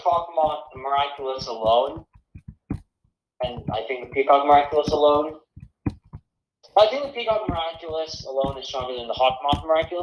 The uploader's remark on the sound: This may not be one of our best recordings, but it is still fine so I'm uploading it anyway.